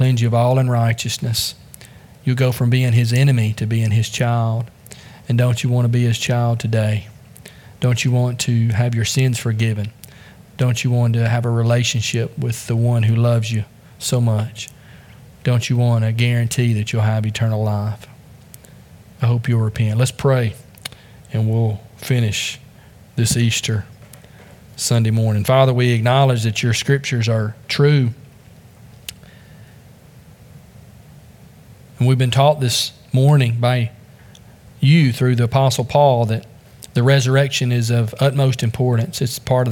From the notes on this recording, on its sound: Join us from the pulpit of Beaver Baptist in Brighton, Tn.